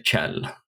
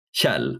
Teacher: Some of the people around there pronounce the KJ as you would in English pronounce a TCH. · Shown in: first take · It could be considered correct to say Chell.